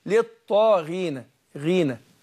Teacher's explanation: الغين تأثرت بالكسر اهي رغم ان حرف مفخم حرف مستعلي الا انه تأثر بالكسر، الكسر اصاب الحرف بالضعف وبالوهن، فبقول للطاغينة ما اقولش للطاغينة